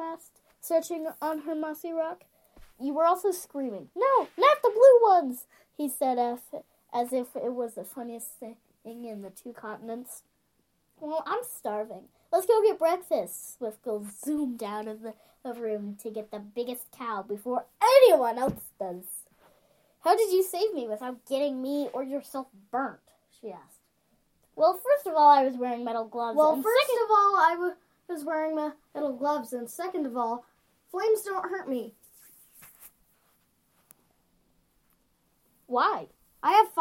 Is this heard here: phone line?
no